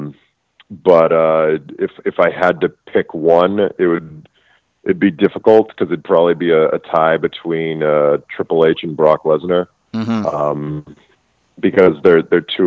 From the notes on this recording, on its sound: I was joined over the phone